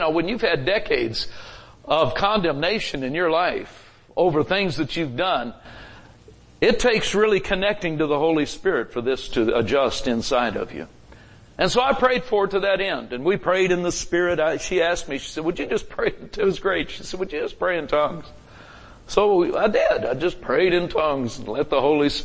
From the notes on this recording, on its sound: Recorded Live at Grace Harvest Church, Holiday, FL